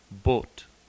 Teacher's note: The close mid-back, rounded vowel, pure o